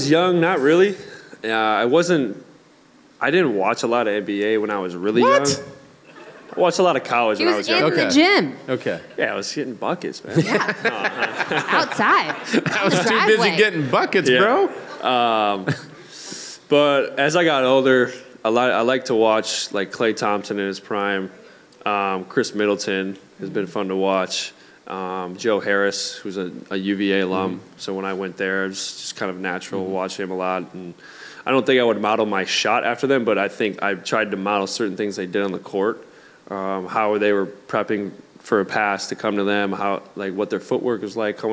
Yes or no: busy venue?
yes